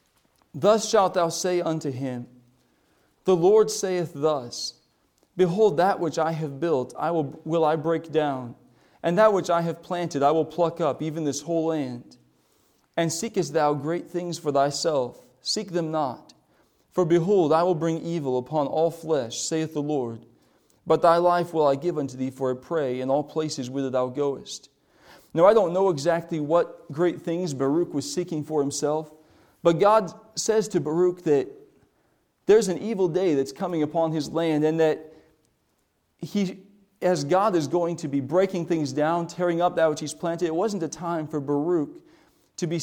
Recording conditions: large echoing room